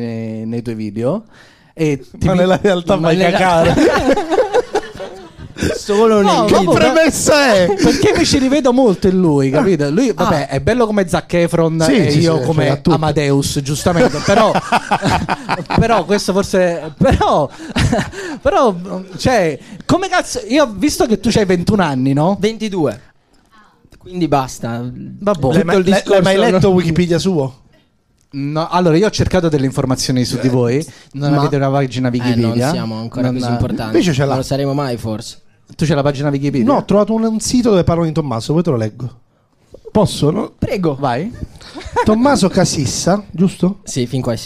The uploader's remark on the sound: Live dal GhePensiMi di Milano